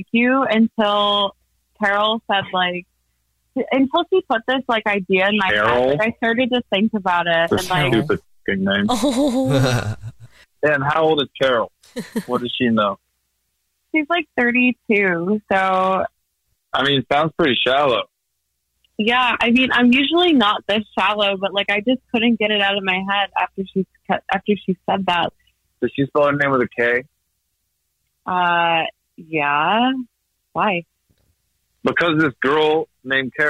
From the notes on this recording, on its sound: We get that other person on the phone to see why they're "ghosting". Is on the phone today for his First Date Follow Up.